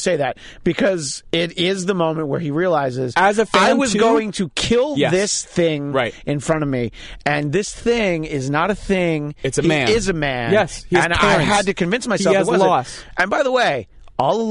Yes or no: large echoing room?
no